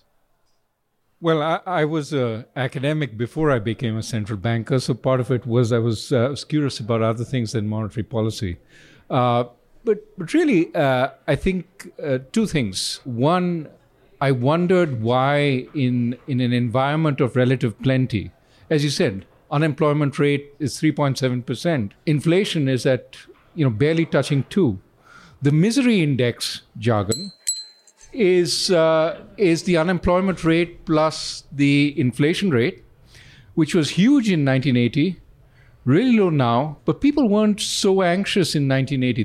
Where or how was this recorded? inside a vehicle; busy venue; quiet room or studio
busy venue